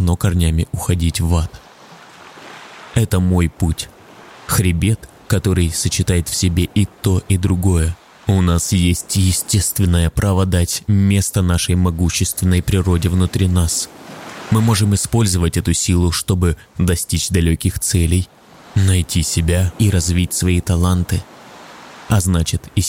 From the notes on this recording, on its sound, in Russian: Насладись управляемой медитацией сна со звуками природы с Атлантического побережья в Португалии. Запись сделана во время многодневного похода по тропе рыбака.